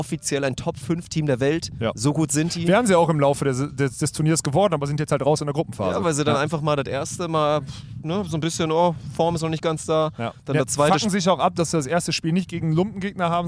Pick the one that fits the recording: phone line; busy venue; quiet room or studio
busy venue